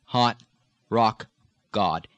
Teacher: Some parts in the Midwest it rounds slightly, hot, rock, god.